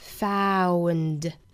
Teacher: Foundation 这个词，我们注意是双元音 ow.